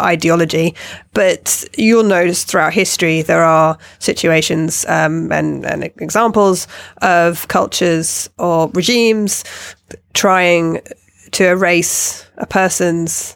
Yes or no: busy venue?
no